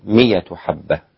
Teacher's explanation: الإمام أبو جعفر يبدل الهمز ياء